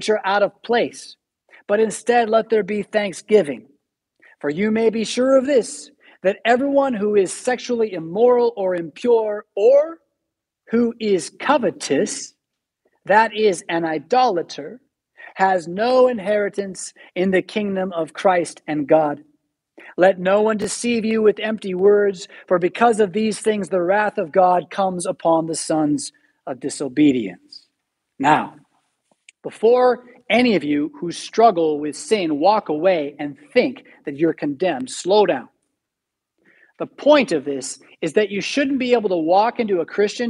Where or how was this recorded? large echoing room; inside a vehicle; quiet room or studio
large echoing room